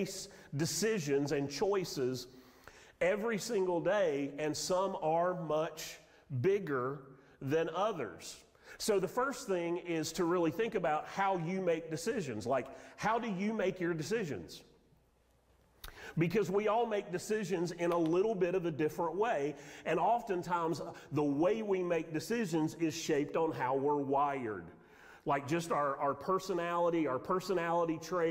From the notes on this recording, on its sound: Sermon audio from Mission Church in Locust, NC.